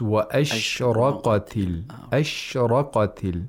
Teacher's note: The word ashraqati, the sheen should not be pronounced with qalqala.